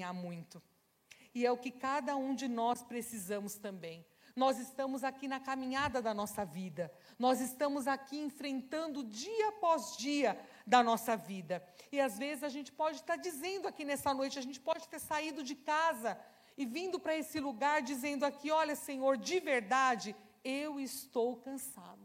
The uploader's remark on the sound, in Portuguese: Celebração ao vivo